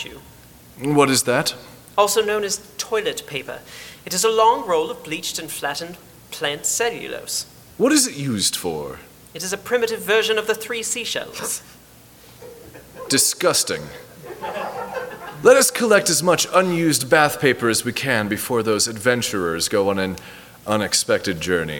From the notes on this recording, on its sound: At a Phoenix Fan Fusion live show. Today, we are welcoming all of you as new Miscellanists in person.